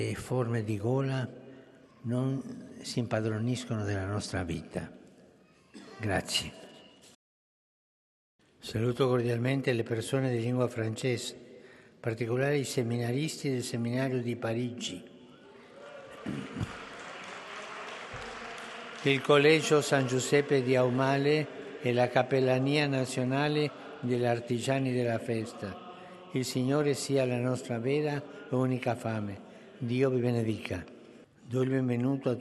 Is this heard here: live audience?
yes